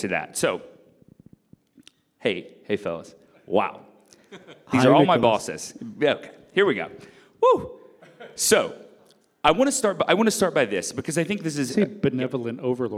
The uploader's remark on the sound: Taped in front of a live audience at Los Angeles Opera!